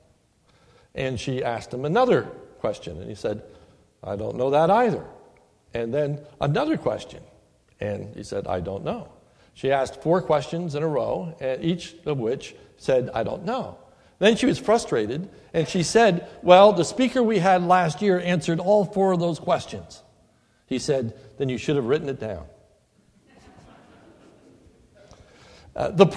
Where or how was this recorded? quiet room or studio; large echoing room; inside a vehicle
large echoing room